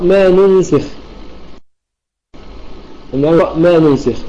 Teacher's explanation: فالضم في النون الأولى والكسر في السين